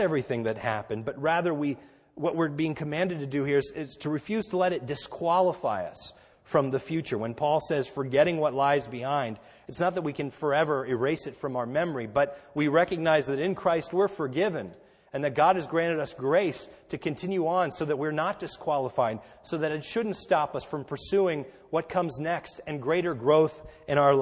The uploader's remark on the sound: This is a sermon recorded at the Lebanon Bible Fellowship Church, in Lebanon, PA, on 12/31/2013 during our New Year’s Eve service